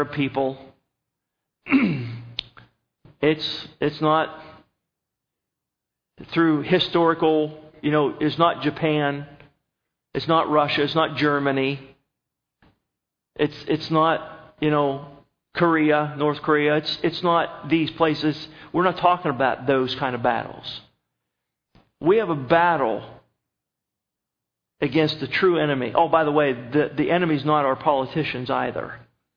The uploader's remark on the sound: At Northside Baptist Church of Elkhart, Indiana.